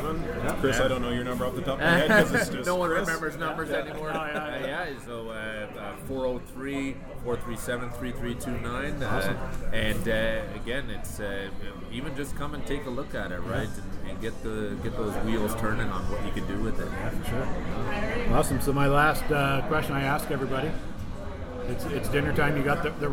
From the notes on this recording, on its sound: Thanks to Paddy’s Barbecue & Brewery for always letting me record on site. 3610 Burnsland Road SE, right in the heart of Calgary’s Barley Belt.